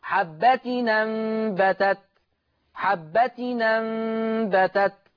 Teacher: ما هو التنوين ده عبارة عن نون يا جماعة، بس نون بنطقها مش بكتبها. حبة أنبتت يبقى تحريك التنوين بحركة الهمزة · Term: النقل